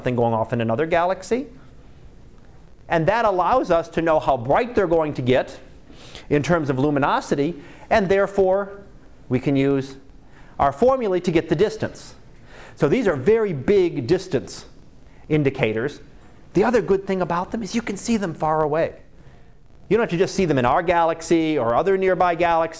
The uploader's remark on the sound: Live Class Lecture